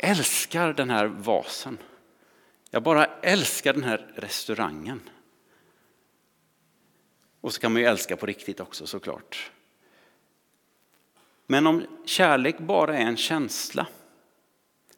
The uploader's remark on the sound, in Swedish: Inspelning från Immanuelskyrkan Skövde.